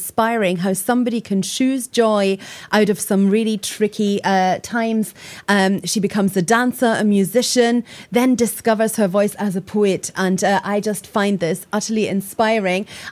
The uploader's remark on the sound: A special edition for Book Week Scotland recorded at Waterstones bookshop in Inverness. The live audience decides who wins.